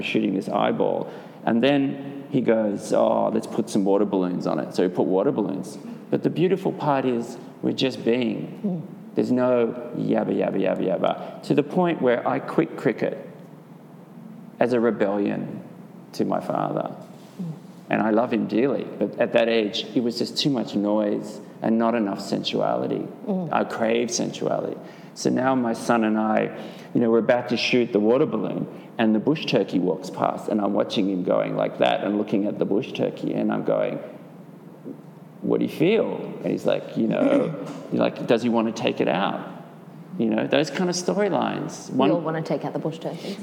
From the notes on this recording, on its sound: This interview was done live at a meditation of The Broad Place